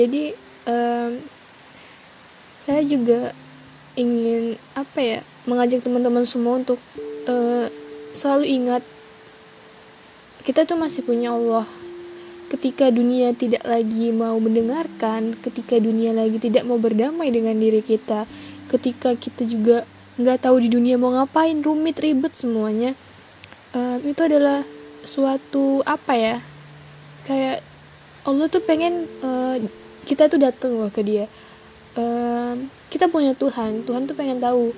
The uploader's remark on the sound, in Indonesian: Maaf banyak sound² di luar dugaan.